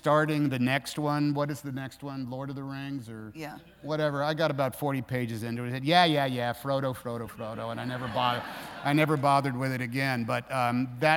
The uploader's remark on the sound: recorded on November 1, 2018 in front of a live audience at New York's 92nd Street Y